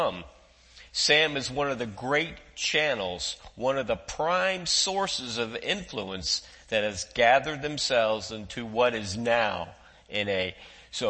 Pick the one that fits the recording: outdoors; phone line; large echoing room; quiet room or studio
large echoing room